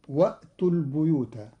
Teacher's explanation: قرأ قالون كلمة البيوت بكسر الباء لأن بعدها ياء، والكسر من جنس الياء.